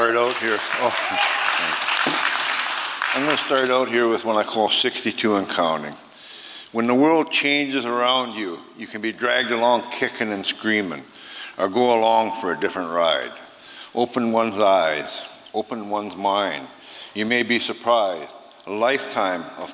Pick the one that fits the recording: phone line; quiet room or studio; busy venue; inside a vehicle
busy venue